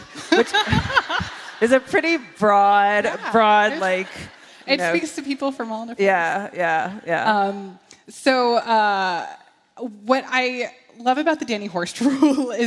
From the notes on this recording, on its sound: In front of a live audience at D.C.’s Sixth & I synagogue, in partnership with Politics & Prose.